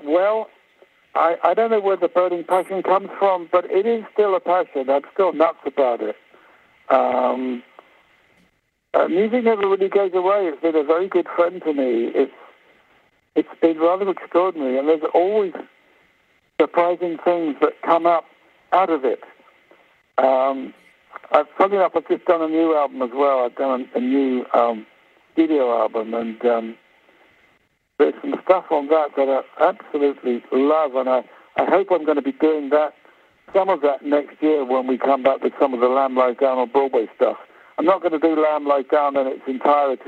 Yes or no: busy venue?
no